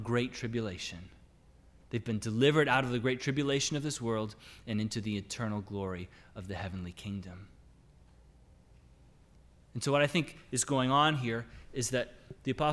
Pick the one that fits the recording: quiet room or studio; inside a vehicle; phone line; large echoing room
large echoing room